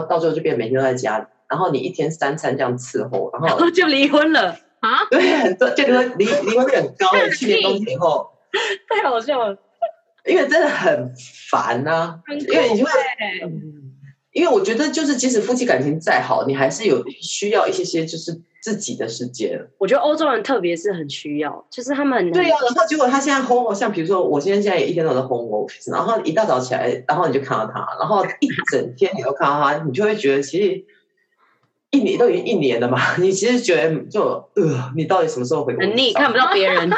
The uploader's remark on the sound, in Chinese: 這次使用遠端錄音的方式，所以音質可能沒有之前幾集這麼好。